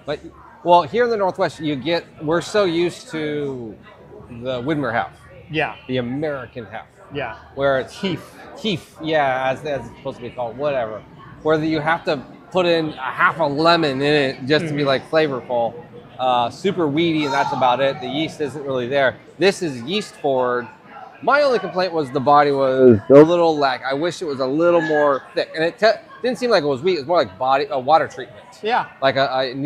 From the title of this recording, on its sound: LIVE from LEVEL BREWING in Portland!